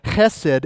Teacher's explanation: Got to get that little guttural kind of, you know, German sound in there.